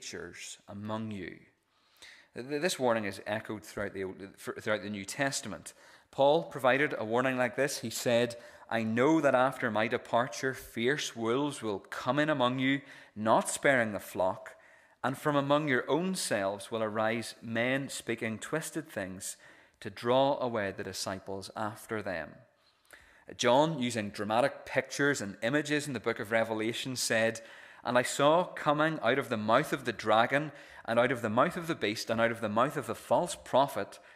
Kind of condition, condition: setting, large echoing room